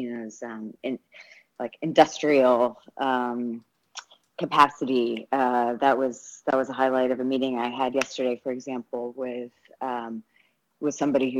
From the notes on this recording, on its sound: By phone from Buenos Aires.